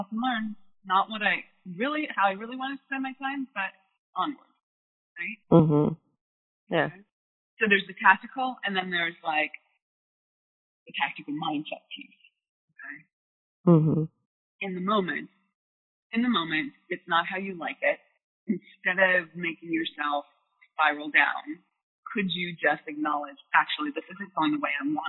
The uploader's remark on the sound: All of these coaching calls have been recorded with permission from my clients. Please be aware that these are not studio recordings and the sound quality may vary.